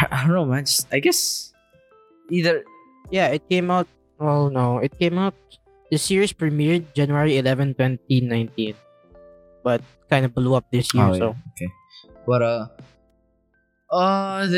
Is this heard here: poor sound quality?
yes